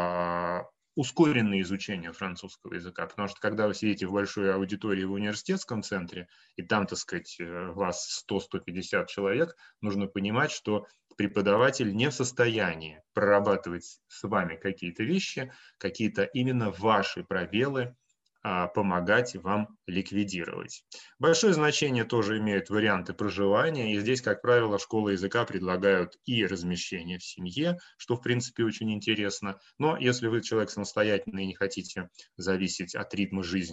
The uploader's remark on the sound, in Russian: Данный подкаст - запись вебинара, который проводили совместно Students International и Campus France. Представитель Campus France отвечает на вопросы слушателей.